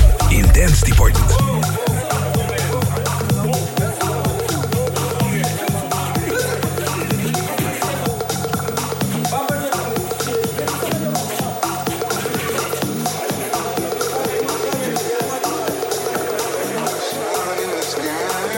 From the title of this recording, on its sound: live at Liberty Parade Romania